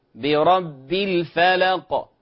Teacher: حقق الكسرة في الحرف الباء برب الفلق، وقلقل القاف كذلك